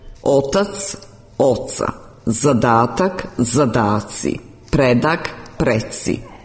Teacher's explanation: Na granici predsufiksalnog dijela osnove i sufiksa suglasnici t i d se gube ispred afrikata c, č, dž, ć i dž.